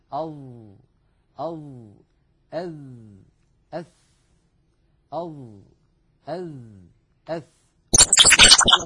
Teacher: الظاء والذال والثاء تخرج يا إخوة من منتهى طرف اللسان مع أطراف الثنايا العليا. نضع طرف لساننا على طرف أسناننا العليا، هذان الثنيتان اللتان في مقدمة الفم. · Term: الأحرف اللثوية